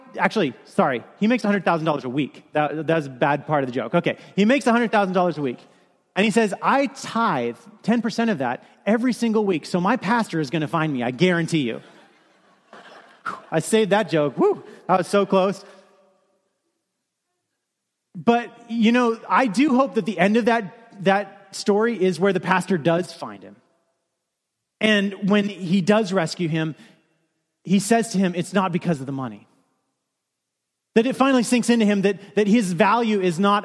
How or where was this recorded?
large echoing room